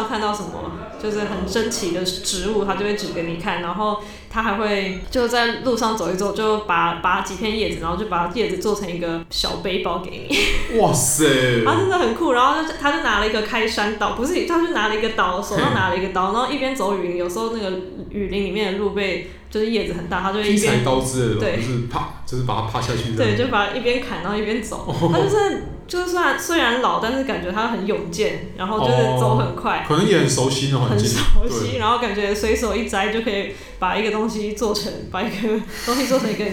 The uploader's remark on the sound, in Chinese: 本集白噪音指數：蚊風級 1/5。錄音地點：某某咖啡 - MOMO Coffee Bistro。